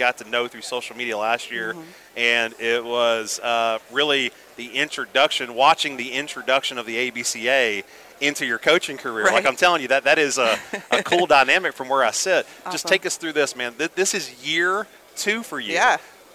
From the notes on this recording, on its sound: Live from the ABCA Convention in Dallas. From our podcast stage in Dallas, we worked to capture the energy.